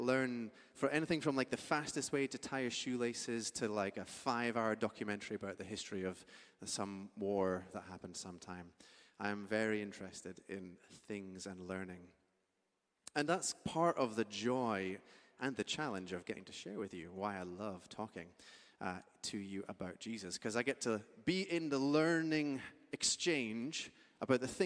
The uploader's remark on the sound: Streamed live at St Paul's Shadwell on Sunday, 27 Aug 2023.